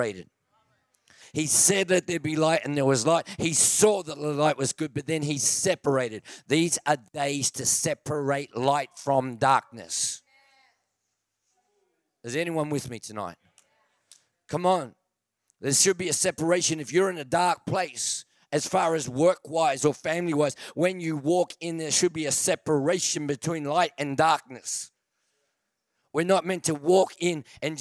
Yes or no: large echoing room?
yes